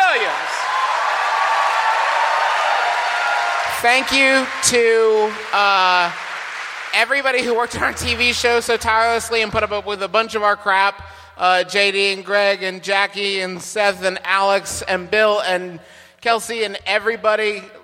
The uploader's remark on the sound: Is our annual holiday live show, which we recorded in the decidedly non-holiday month of September. It was also the live show featured in the MBMBaM TV show!